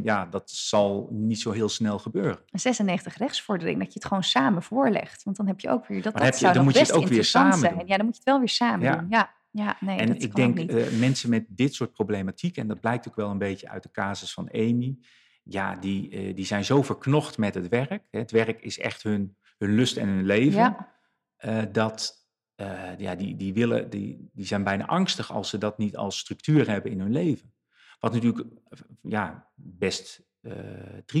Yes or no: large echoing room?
no